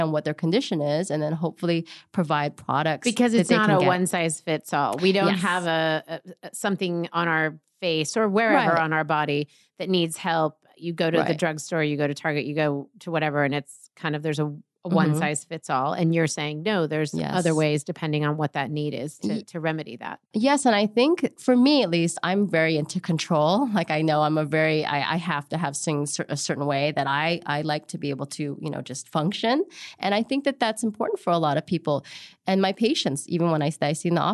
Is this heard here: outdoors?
no